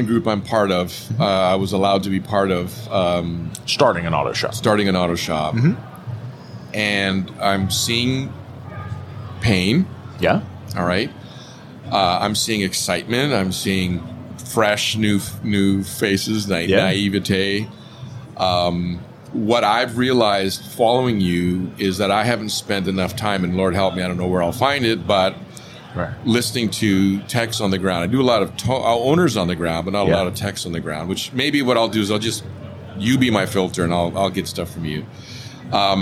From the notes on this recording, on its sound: In this episode recorded live at AAPEX 2022.